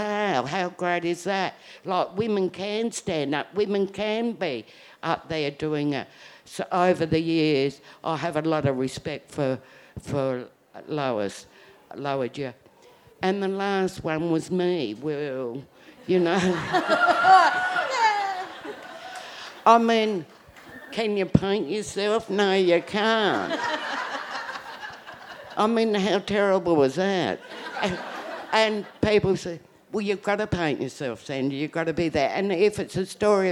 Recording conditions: live audience